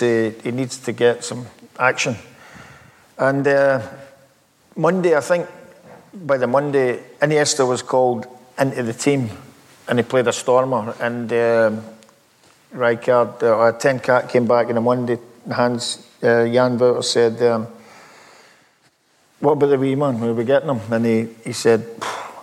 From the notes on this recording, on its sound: It’s taken from an interview we recorded in front of a live audience in Glasgow.